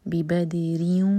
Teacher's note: نَصَرَ كُمُ اللَّهُ لَمْ جَلَالَ هَوِي بِبَدِرٍ وَأَنْتُمْ تو یہاں پر دال پر باؤنس کیا جائے گا دال پر سکون ہے قلقلہ کریں گے